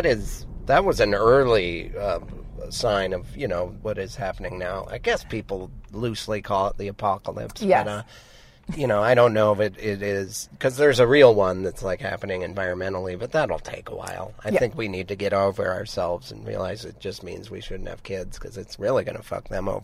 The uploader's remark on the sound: back in the car